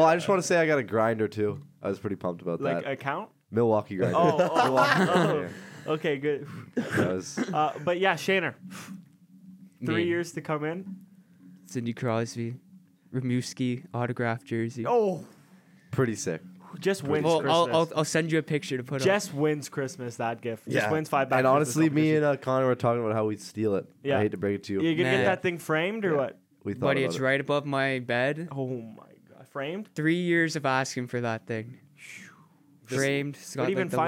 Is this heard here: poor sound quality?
no